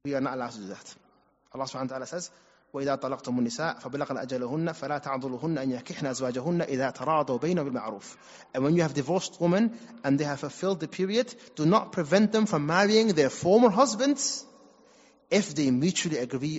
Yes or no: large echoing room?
yes